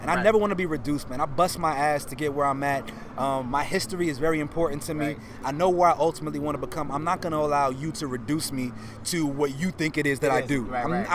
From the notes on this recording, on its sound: "on location" podcast at Soho Beach House.